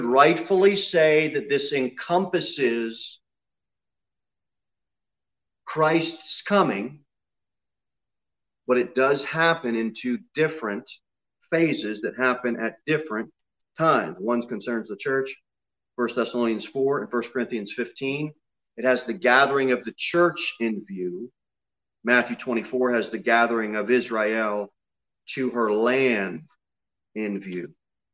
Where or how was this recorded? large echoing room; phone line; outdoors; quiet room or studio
large echoing room